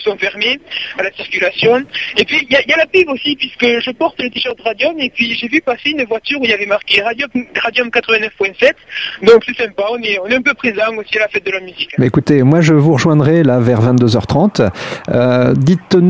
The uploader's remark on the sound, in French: Vous retrouvent une seconde fois par téléphone en direct de Castres pour la Fête de la Musique !